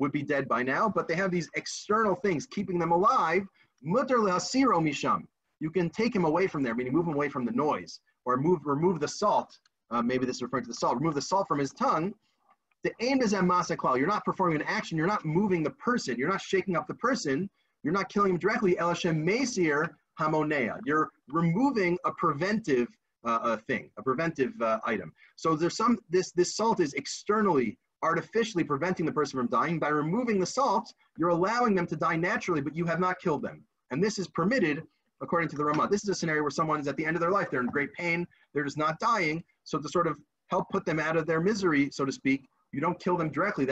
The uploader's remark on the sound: This audio was originally captured from Zoom